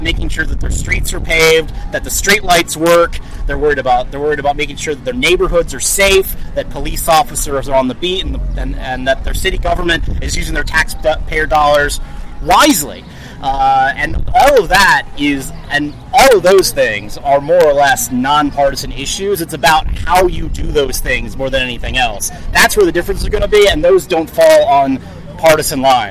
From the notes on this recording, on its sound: Red Maryland Radio Special Edition from the Tawes Clam Bake. Millar Tawes Crab and Clam Bake.